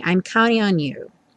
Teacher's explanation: Ou seja, o T some e você só escuta mesmo o N.